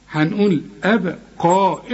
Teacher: القاف هي المفخمة مع المد بتاعها